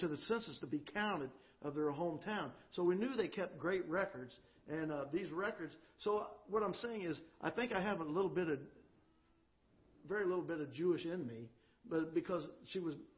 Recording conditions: large echoing room